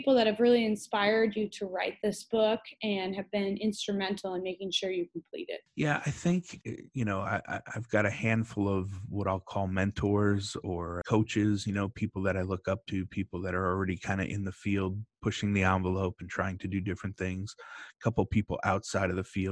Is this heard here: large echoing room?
no